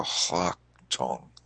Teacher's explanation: it's just like you sort of aspirate the L · Term: LH